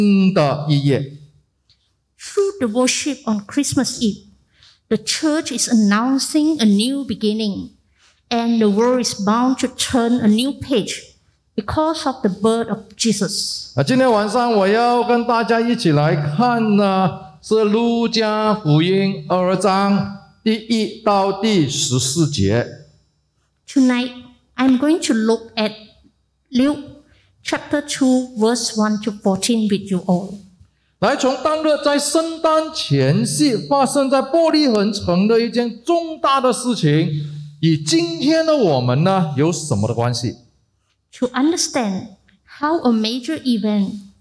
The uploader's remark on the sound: Heavenly Peace (Christmas Eve LIVE Evensong Service).